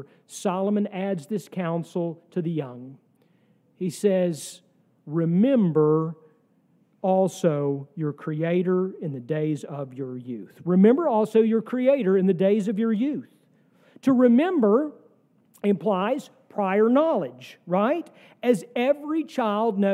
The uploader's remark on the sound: sermon from our worship service on October 1, 2023